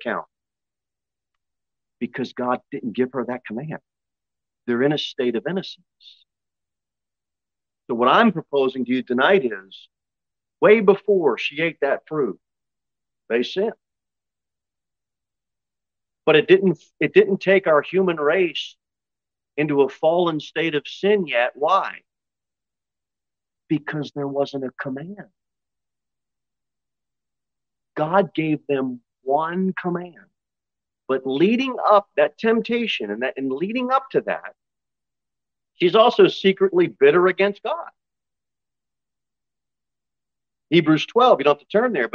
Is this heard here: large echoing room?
yes